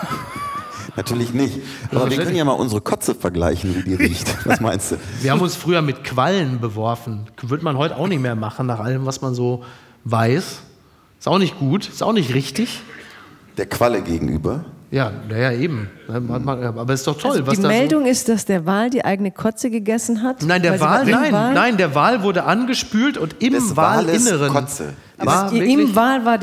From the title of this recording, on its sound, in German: live aus Hamburg